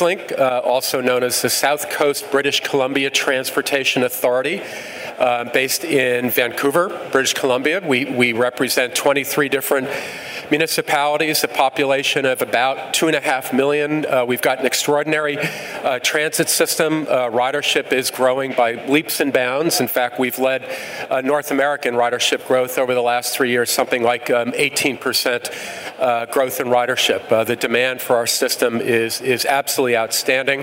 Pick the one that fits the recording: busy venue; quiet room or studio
busy venue